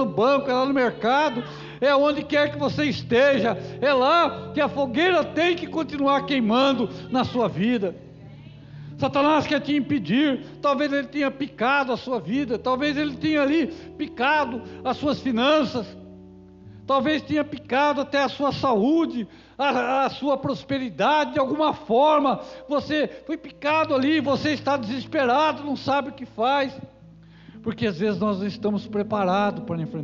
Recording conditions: live audience